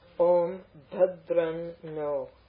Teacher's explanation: That M, that Anuswara, will take the N of the No.